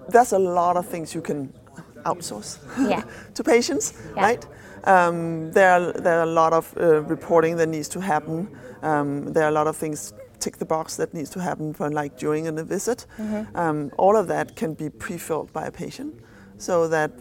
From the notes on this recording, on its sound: recorded at HIMSS22